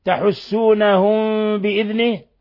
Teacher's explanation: إخفاء شفوي، إخفاء شفوي، ميم ساكن جاء بعدها الباء